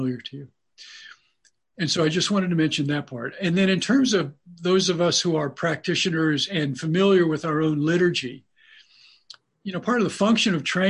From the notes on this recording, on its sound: In a forum held by the MRO’s Diamond Net initiative. With 98 people joining from their personal quarantines over Zoom. The full 90 minute recording of the Zoom session.